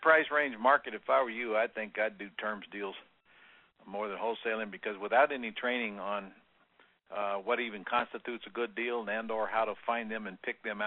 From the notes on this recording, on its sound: Q&A Call